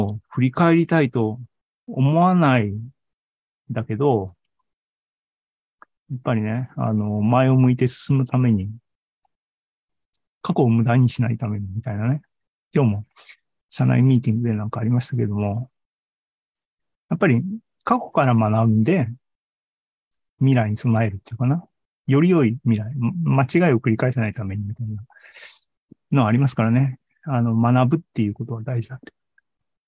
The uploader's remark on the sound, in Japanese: ２０２２年１２月２１日に開催した ZOOMライブの模様です